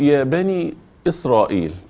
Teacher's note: عندما أقول يا بني إسرائيل، هنا مد حرف لحرف هكذا. وإسرائيل مد متصل واجب لكل القراء